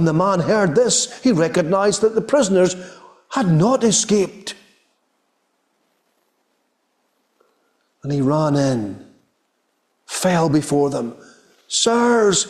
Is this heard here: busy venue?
no